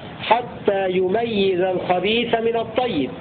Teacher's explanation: قرأ حمزة والكسائي بضم الياء وفتح الميم وكسر الياء الثانية مشددة في لفظ يميز